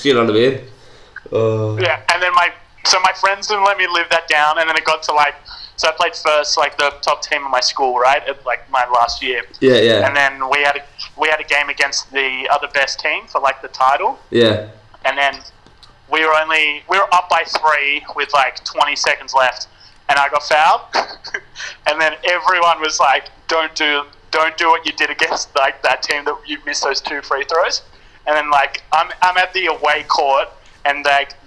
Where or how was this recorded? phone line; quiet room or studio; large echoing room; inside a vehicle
phone line